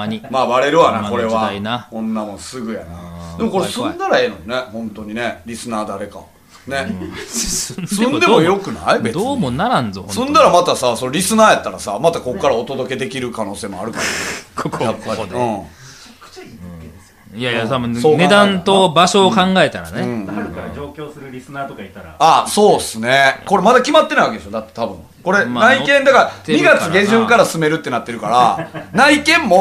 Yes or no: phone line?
no